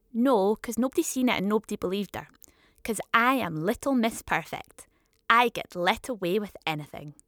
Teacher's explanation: using t in little is a way of playing a character, a teacher's pet, who follows the rules